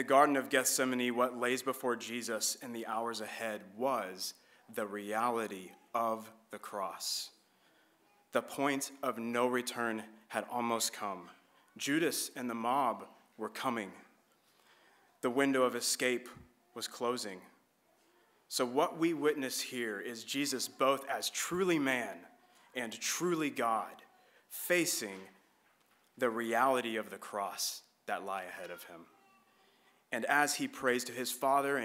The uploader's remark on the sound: This was an edited recording of LBC's Good Friday service